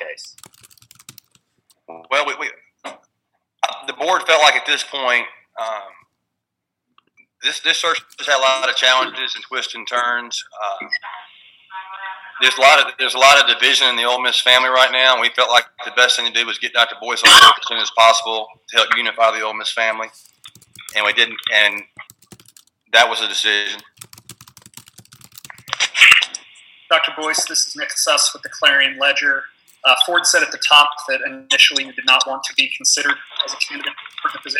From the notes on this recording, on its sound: met the media on a conference call.